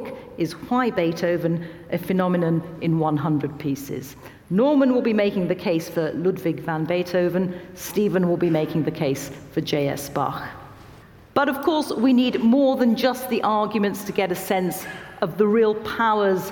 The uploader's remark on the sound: This live event. Intelligence Squared brought to the stage two celebrated figures from the world of music.